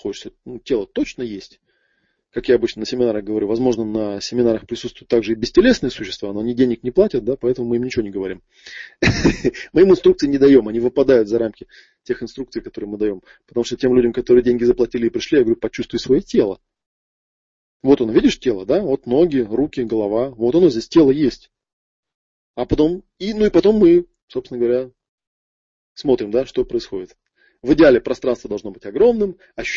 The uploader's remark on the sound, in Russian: Аудиозапись живого вебинара из новой весенней серии.